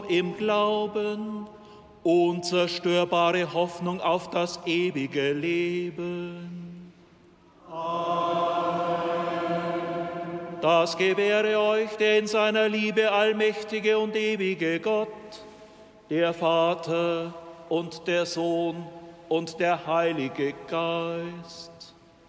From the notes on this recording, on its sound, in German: Live-Gottesdienstübertragung aus der St. Johannes Kirche in Erding.